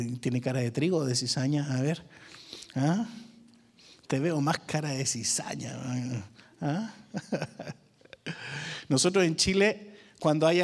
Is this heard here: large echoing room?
yes